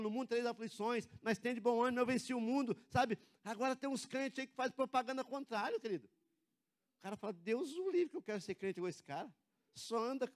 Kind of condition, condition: setting, large echoing room